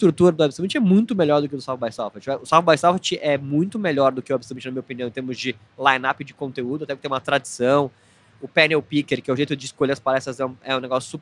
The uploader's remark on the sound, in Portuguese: Gravado diretamente do Web Summit em Lisboa